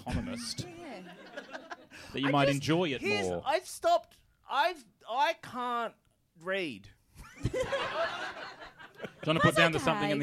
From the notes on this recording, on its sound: Recorded LIVE in front of a sold out crowd at the Melbourne International Comedy Festival 2021.